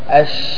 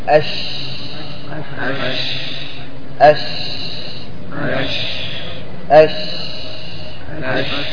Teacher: التفشي هو عبارة عن انتشار النفس في الفم عند النطق بالشين، ومعنى التفشي الانتشار، يعني أن هذا الحرف يكون منتشرا بحيث يخرج معه بعد ذلك نفس، وهذه صفة فيه لازمة لا تنفك عنه.